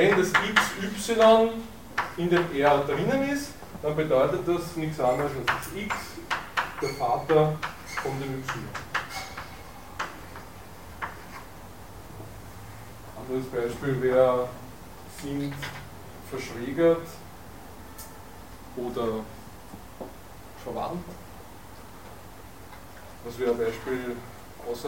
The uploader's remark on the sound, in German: Diese Vorlesung wurde von Studierenden aufgenommen